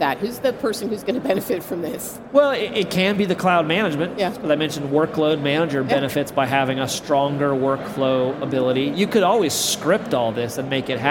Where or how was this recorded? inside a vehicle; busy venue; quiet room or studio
busy venue